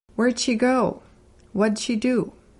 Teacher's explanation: Did can be a quick D sound when it's combined with a question word.